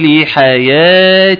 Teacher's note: مديت ألف بمقدار حركتين، ثم مديت ياء مادة طبيعي بمقدار حركتين · Term: المد الطبيعي